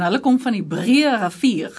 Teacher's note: a group of Afrikaans speakers that stay in the Cape. And they have a very rolling R sound. So they would literally roll each R.